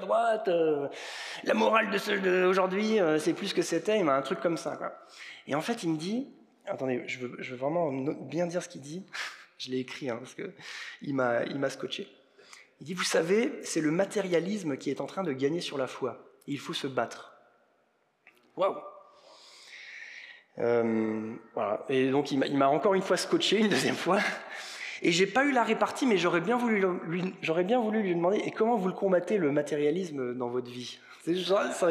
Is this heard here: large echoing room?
yes